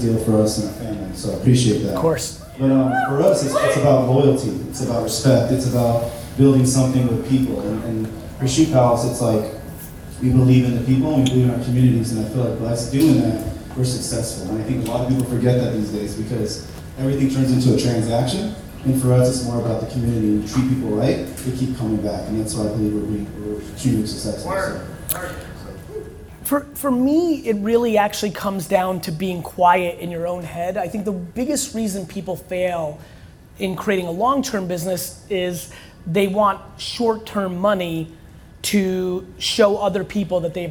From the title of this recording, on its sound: KSwiss SP25 Launch Fireside Chat